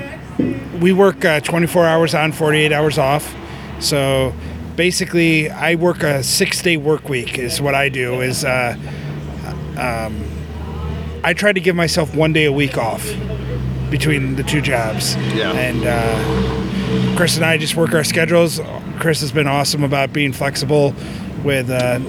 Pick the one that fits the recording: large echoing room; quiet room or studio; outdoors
outdoors